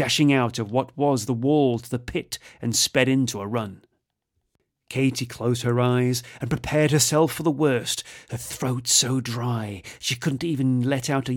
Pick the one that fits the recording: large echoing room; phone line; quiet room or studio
quiet room or studio